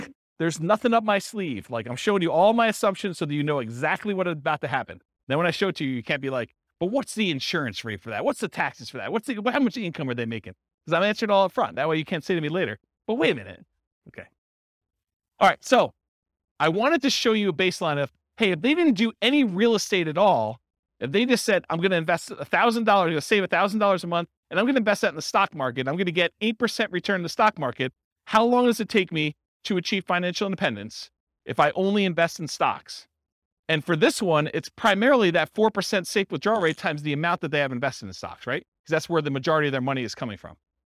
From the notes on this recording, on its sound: This was a live class recorded.